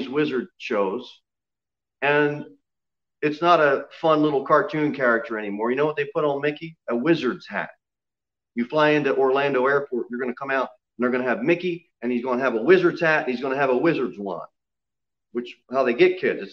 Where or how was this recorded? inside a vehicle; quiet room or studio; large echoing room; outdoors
large echoing room